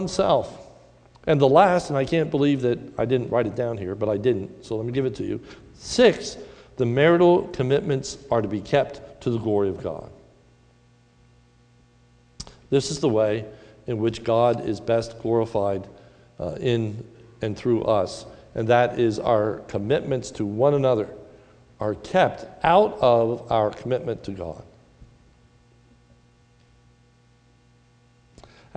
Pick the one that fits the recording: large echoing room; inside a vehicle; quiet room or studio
large echoing room